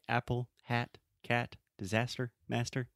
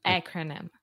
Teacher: the first sound is that really open a sound that we have in English